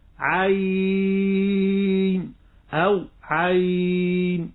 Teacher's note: العين هنا تمد بمقدار 6 حركات، ويجوز أيضا فيها 4 حركات، والطول مقدم في الأداء.